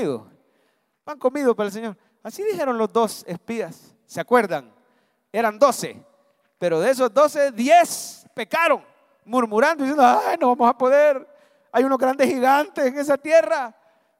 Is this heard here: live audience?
yes